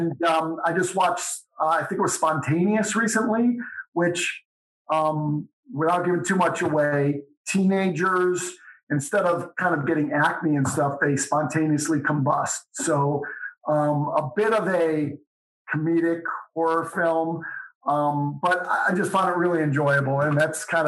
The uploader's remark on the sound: sat down over Zoom